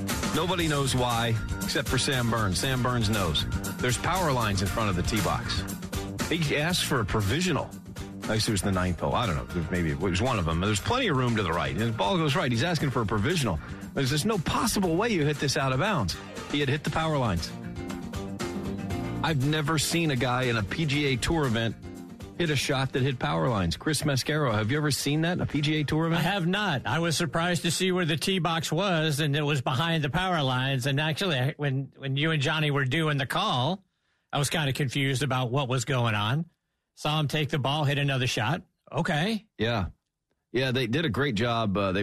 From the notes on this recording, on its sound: In the studio. Join us on the phone.